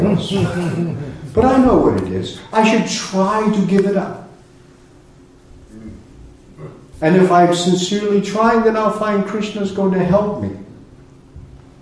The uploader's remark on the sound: A Sunday Feast lecture at ISKCON of Philadelphia